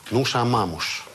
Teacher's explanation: в Португалии и в некоторых районах Бразилии читается это «нуша мамуш»